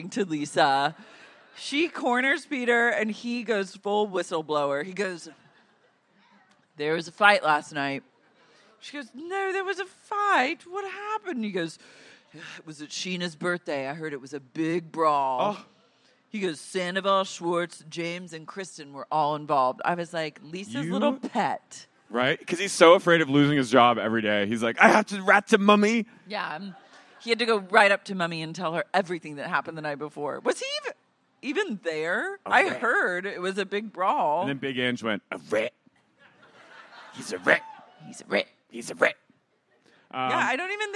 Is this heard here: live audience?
yes